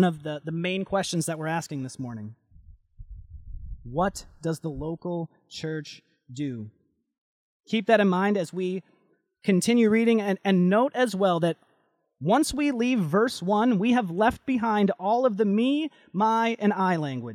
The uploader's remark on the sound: Delivered Sunday, August 9, 2020 at Woodridge Community Church (New Berlin, WI).